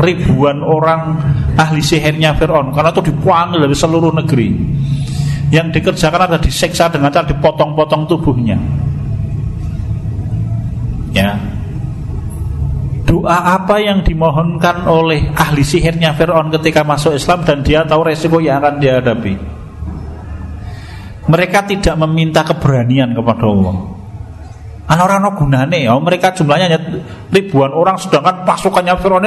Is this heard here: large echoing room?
yes